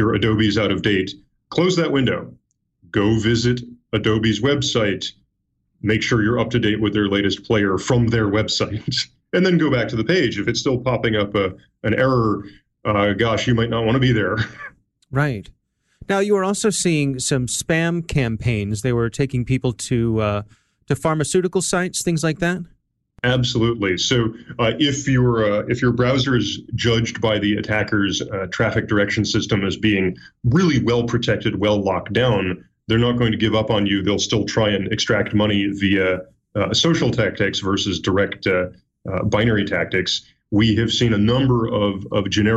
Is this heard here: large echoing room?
no